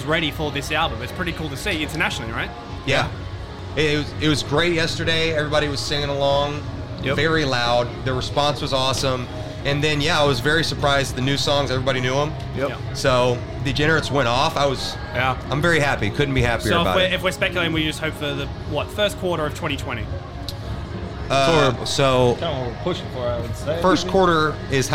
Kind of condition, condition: setting, busy venue